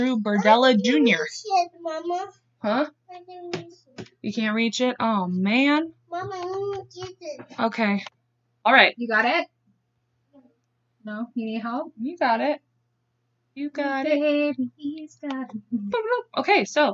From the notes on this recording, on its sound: sorry for his babbling in the background